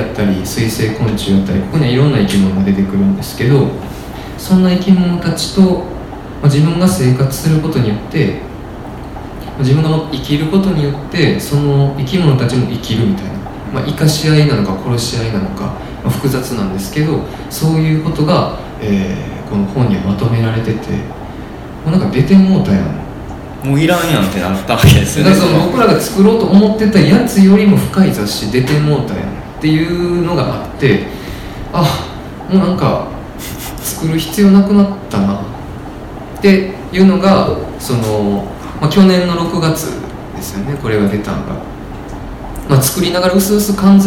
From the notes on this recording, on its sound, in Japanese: 微花』×『つち式』のトークイベント（恵文社一乗寺店）の音声。